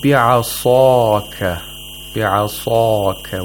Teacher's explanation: The highest level of tafkhim because it has aliful mad.